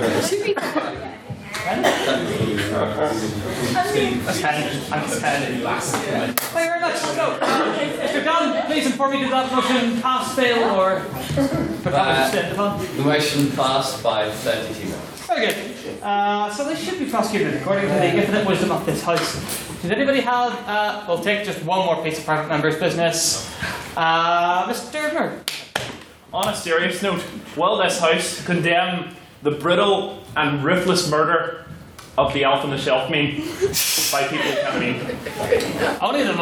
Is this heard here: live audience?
yes